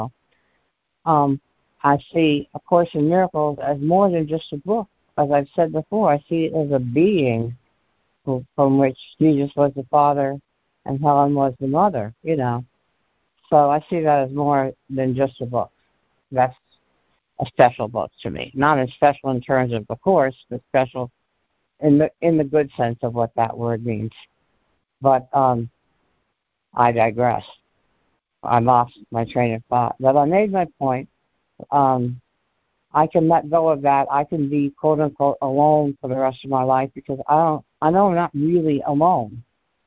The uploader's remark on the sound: ACIM Daily Conference Call